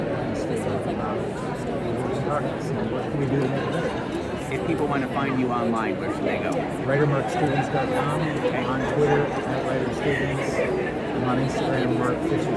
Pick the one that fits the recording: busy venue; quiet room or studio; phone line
busy venue